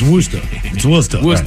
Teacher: There's a town in Massachusetts called Worcester, but they don't use the R. So they don't use a lot of R.